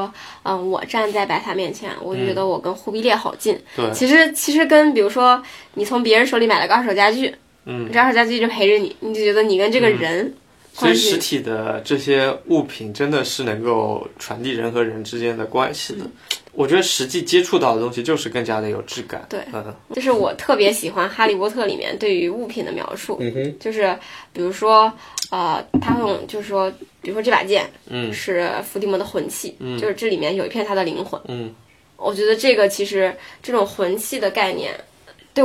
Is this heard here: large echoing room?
no